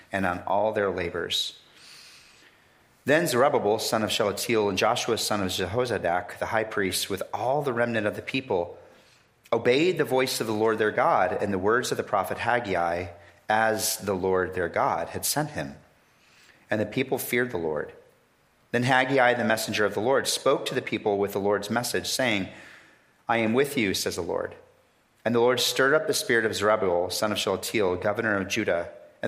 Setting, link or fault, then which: setting, large echoing room